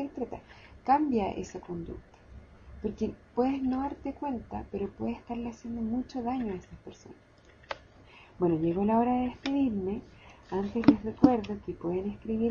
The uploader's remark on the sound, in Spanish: Perdón por el mal sonido.